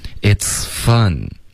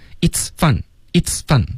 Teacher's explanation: 你从这个 it's 的这个词到 fun 的这个 f 中间气流呢是不断的 · Shown in: first take · Term: 连读